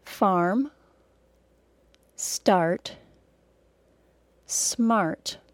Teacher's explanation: Now, if you learned a British pronunciation of English, you were probably taught not to say the R sound at the end of the word car, unless the next word begins with a vowel sound. In the United States, we always say the R sound.